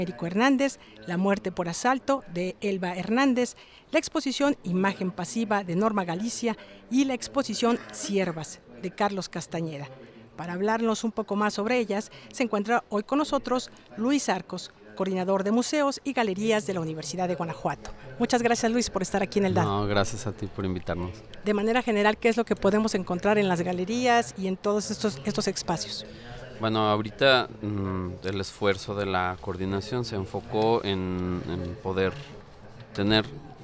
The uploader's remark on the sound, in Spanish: Emisión en vivo desde las instalaciones de la 64 Feria Internacional del Libro de la Universidad de Guanajuato -FILUG-.